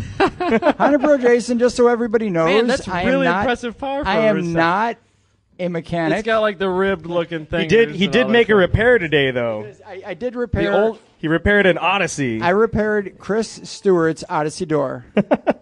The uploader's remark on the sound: Live at HondaMeet15 at Gingerman Raceway in South Haven, MI.